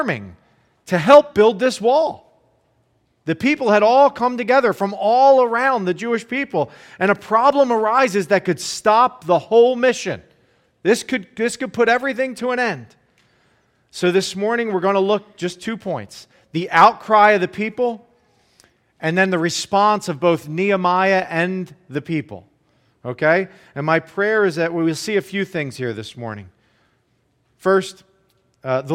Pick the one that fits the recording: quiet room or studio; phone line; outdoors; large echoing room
large echoing room